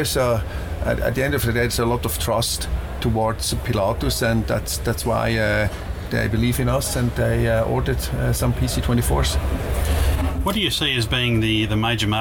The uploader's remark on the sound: recorded at the 2015 Australian International Airshow